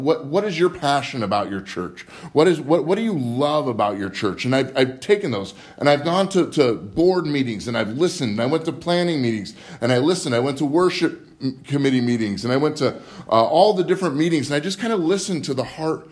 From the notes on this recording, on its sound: Live From Living Word Lutheran Church